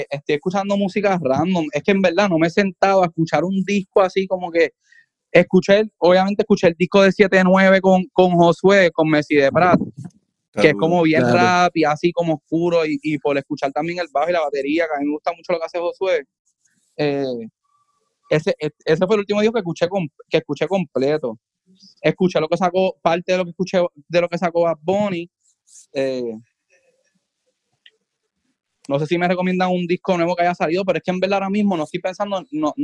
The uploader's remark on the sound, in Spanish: hablamos vía Zoom